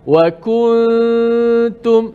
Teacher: Biar dia bunyi renggang sikit, ikhfa. Sembunyikan nu mati.